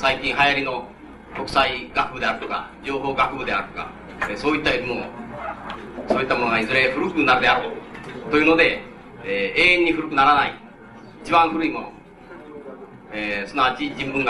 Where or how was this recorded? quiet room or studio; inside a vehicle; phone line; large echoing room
large echoing room